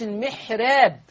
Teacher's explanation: الراء مرققة لورش عن نافع، لأن الراء مفتوحة ومسبوقة بحرف مكسور وبينهما حرف ساكن وهو الحاء